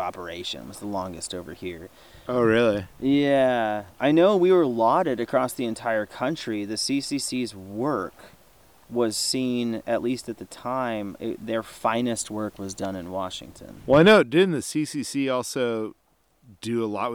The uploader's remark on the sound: During my visit to the San Juan Islands. While enjoying a few drinks around the campfire, as you do.